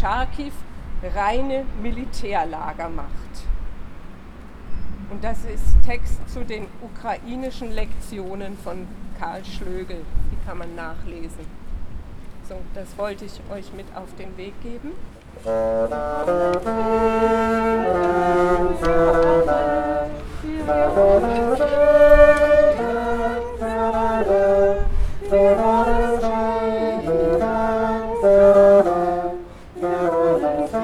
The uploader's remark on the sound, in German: Friedenskundgebung Müllheim, 8. April 2022. Etwa 15 Friedensaktivistinnen und Aktivisten vom Müllheimer Friedenskreis mahnten bei starkem Wind und wenig Laufpublikum zum Ende aller bewaffneten Konflikte.